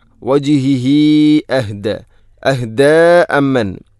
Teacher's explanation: ഹ ഉള്ളമീറിന് ശേഷം ഹംസ വന്നാൽ മദ് മുൻഫസ്സുല പോലെ നീട്ടണം, നാലോ അഞ്ചോ ഹർക്കത്തിന് തുല്യമായിട്ട്. സുലത്തു തൊവീല.